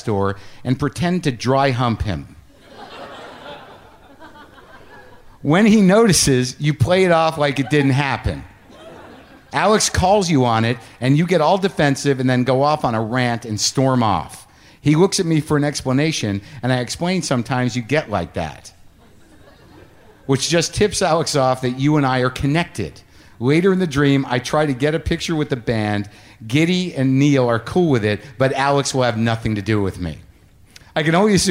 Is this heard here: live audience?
yes